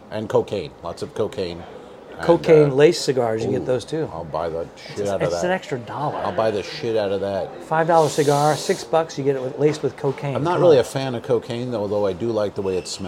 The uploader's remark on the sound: LIVE from Grand Cathedral Cigar Lounge in Ybor City, Florida. The boys smoke cigars in a lounge and bitch about things.